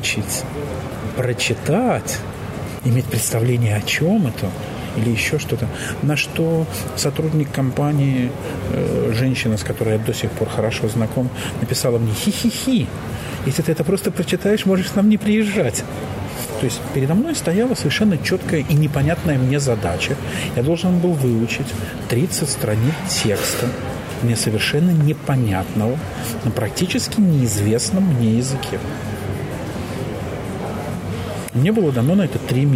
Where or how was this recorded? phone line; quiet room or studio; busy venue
busy venue